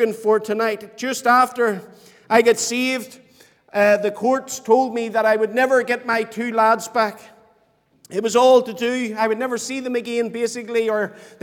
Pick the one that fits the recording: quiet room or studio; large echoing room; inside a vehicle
large echoing room